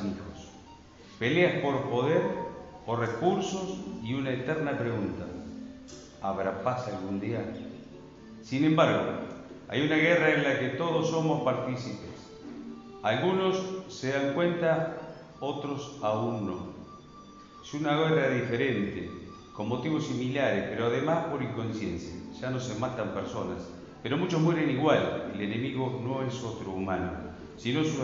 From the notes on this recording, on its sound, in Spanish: En la Ciudad de Casbas. Compartir con el publico presente.